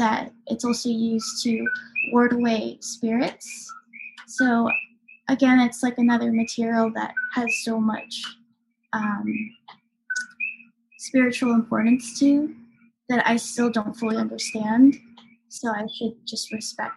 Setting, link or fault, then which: fault, sounds in the background